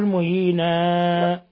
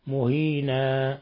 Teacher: لا تقل مهينة وإنما مهينة فقط حركتين، لأن هذا مد عوض، ومد العوض حركتين فقط وليس ثلاث ولا أربع · Shown in: second take